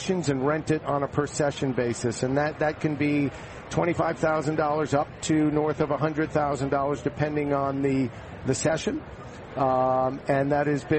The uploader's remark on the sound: Live from the 2016 US Open in Flushing, Queens.